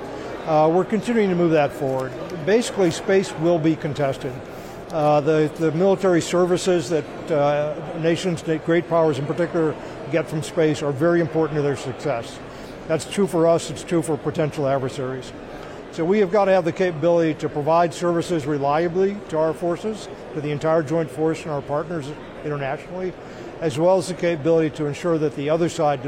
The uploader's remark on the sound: from the floor of the Air Force Association’s annual Air, Space, Cyber conference